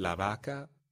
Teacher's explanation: A Spanish speaker talking about a cow says la vaca, and that V sound is kind of like a V, kind of like a B. It's one sound.